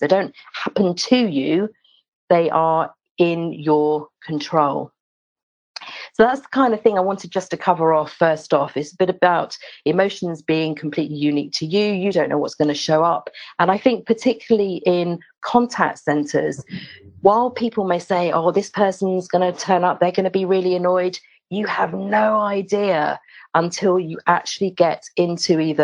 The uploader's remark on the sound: the full recording of the webinar that this podcast has been sourced